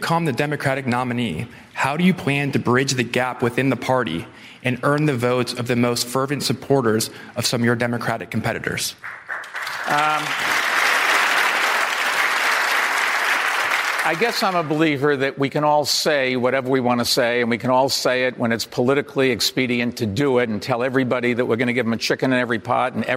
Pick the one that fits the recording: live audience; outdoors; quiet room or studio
live audience